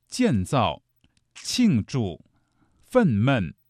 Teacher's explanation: 都是四声组合的词语，读起来呢很容易读得生硬，因为它都是降调